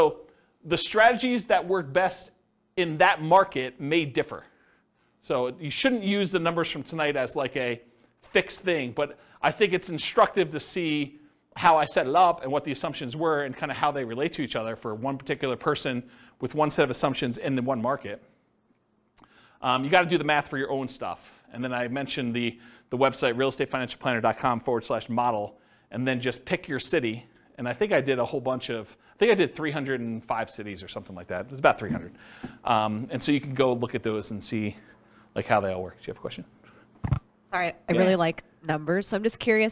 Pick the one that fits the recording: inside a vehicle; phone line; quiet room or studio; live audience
live audience